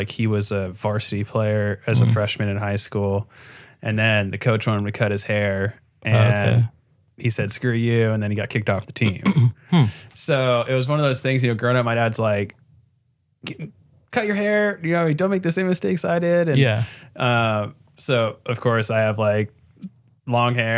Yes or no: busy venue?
no